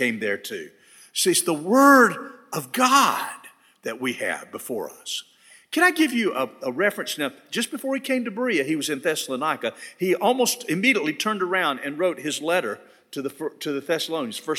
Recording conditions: large echoing room